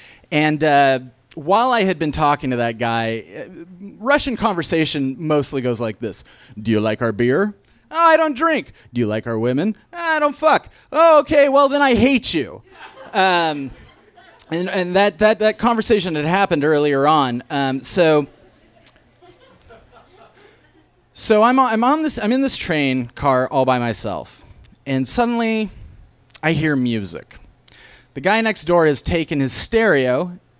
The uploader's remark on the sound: Was recorded live on 14 June 2016 at Tiger!